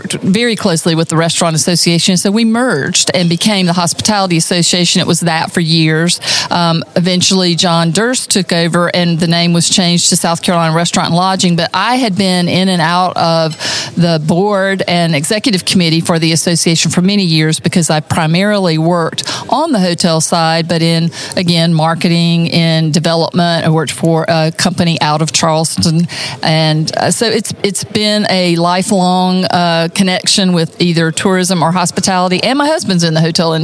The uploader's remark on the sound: This interview took place at the 2023 South Carolina Restaurant & Lodging Association's Marketing and Operations Conference in Greenville, SC.